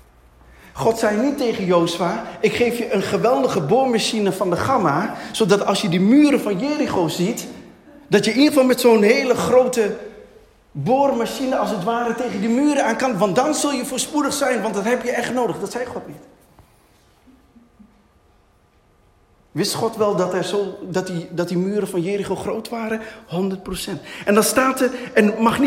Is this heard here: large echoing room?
yes